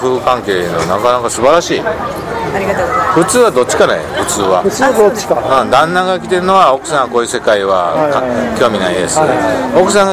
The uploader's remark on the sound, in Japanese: 今回は岡山駅前のイオンのスタバにて